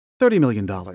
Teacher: Say the phrase $30 million quickly and with an air of triviality so that it sounds like a very small sum.